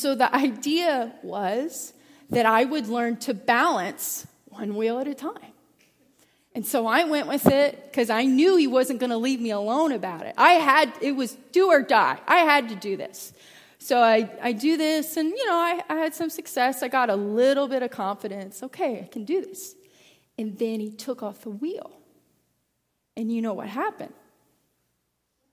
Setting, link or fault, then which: setting, large echoing room